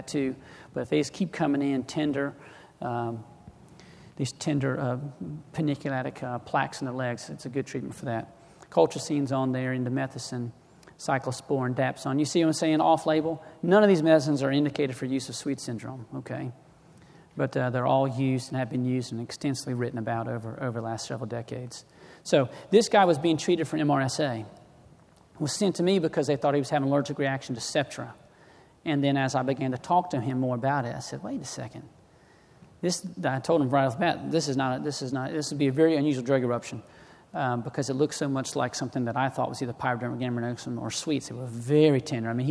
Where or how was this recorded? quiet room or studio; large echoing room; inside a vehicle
large echoing room